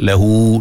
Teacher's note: Sebelum ha berbaris, selepas ha berbaris, maka ada silah di situ. Silah ni tambah, tambah 2 harakat.